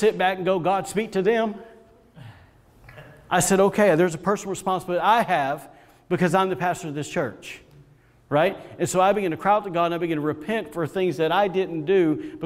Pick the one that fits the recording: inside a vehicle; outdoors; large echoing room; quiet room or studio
large echoing room